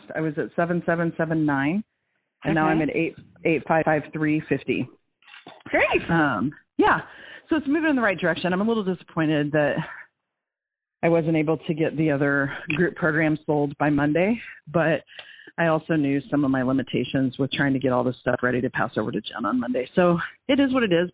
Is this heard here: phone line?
yes